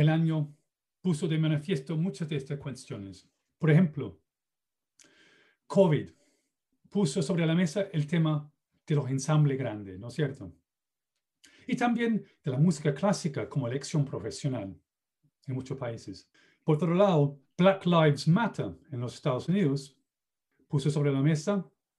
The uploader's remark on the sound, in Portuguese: Plataforma ZOOM